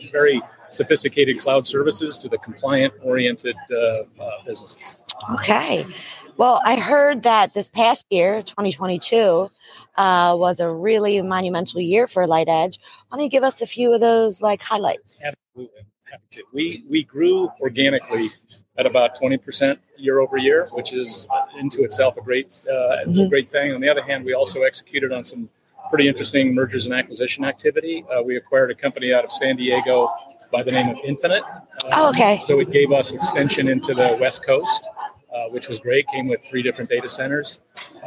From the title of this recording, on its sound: Live from PTC‘23